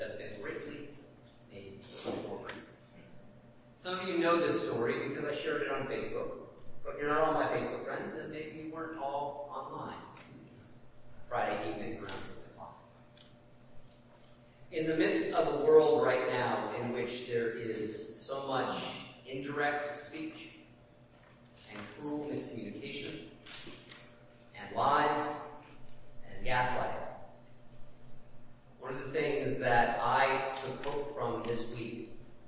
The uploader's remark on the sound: Please forgive the audio quality of the recording.